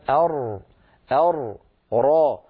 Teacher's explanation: الراء من طرف اللسان مع ما يحاذيه من الحنك الأعلى، هذا المخرج.